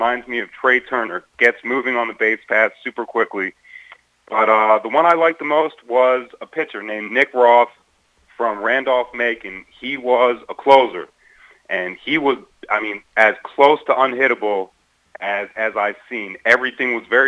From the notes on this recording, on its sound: called